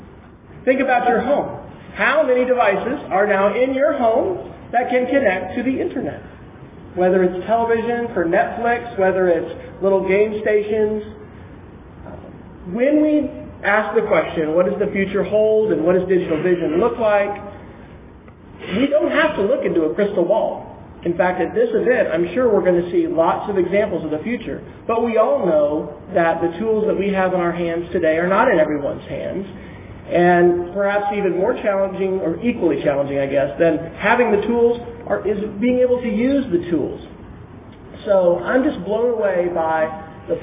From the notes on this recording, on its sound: Opening keynote address at the 2011 TechForum in Chicago, Illinois. (The actual location of the Techforum was in Lincolnshire, IL, just north of Chicago.)